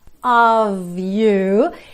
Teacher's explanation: esse OF sempre com som de OV